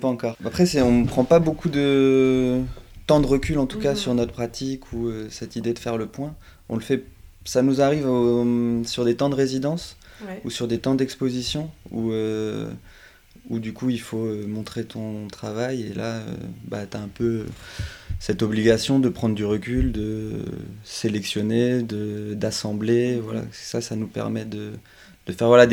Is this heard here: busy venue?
no